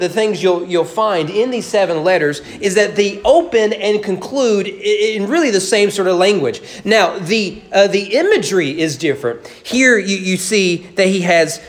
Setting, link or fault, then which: setting, large echoing room